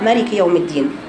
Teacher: يقع الخطا فيها كمان يا بنات في حذف المد من كلمه مالكي، فتقرا مالك يوم الدين.